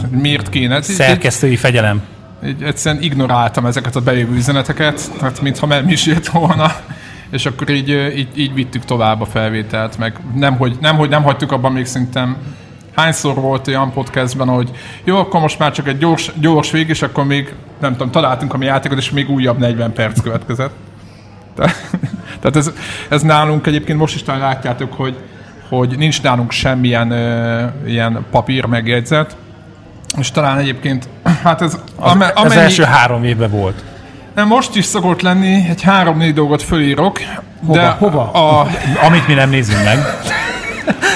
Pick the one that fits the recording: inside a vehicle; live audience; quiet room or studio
live audience